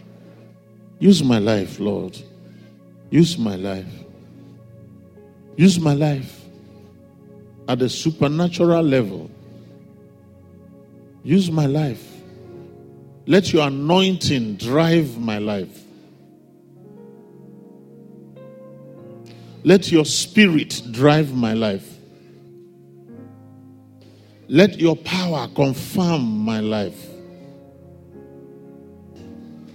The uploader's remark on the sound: Father’s day Sunday Service message. A guest minister to RCCG – Fountain of Love, Aberdeen, UK.